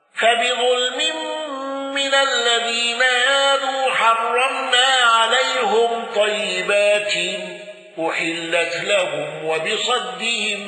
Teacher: حمزة بضم هاء عليهم واندرج معه يعقوب